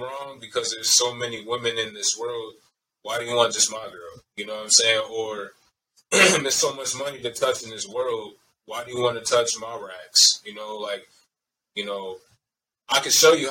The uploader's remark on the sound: Pardon the audio quality